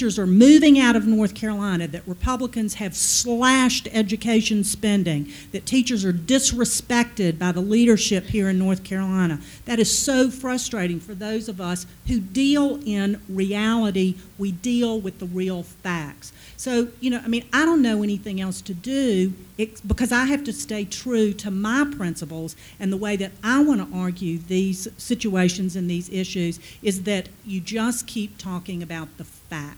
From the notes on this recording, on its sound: The discussion was recorded at CBLPI's North Carolina Women's Summit in Raleigh on October 1, 2016.